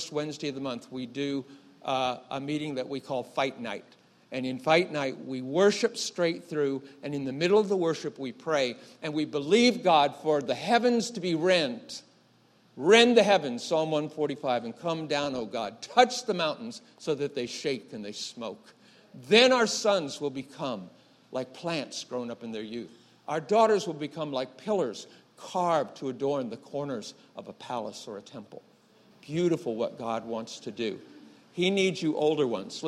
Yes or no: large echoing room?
yes